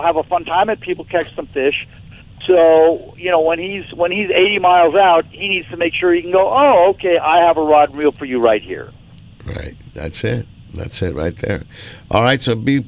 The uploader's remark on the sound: "LIVE" from Angel Stadium in Anaheim, CA